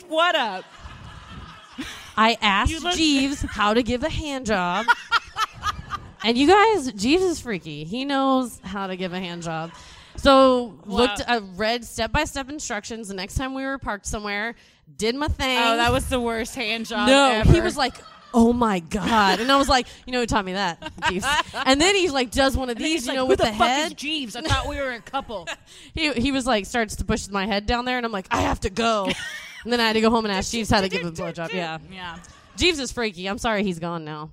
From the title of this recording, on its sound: (LIVE SHOW)